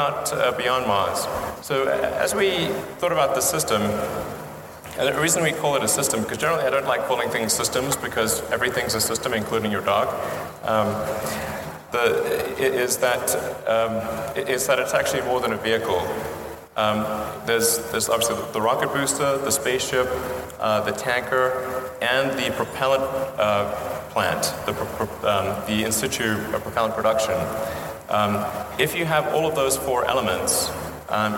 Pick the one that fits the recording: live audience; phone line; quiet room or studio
live audience